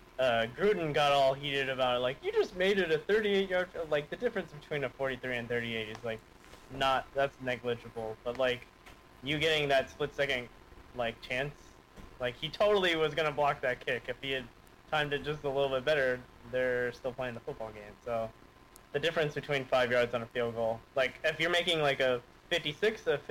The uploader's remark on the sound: Apologies for the audio levels.